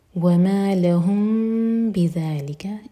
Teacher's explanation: امٹی میم کے بعد با تو اخفاء شفوی، میم کو ہولڈ کریں گے دو سیکنڈس اور پھر با پڑھیں گے